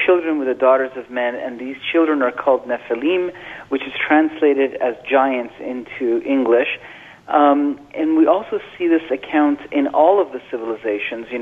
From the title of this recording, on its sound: Open Phones